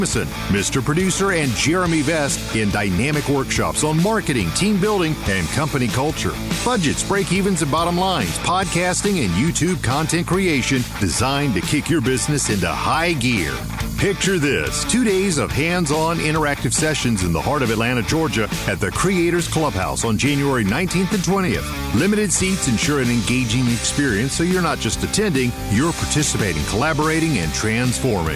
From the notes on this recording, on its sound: In this special episode recorded at the Toro Content Creator event in Minneapolis.